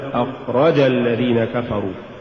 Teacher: سبب اللحن هو زيادة نبرة الراء